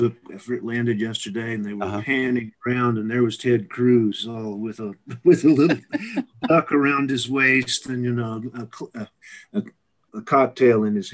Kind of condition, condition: link, video call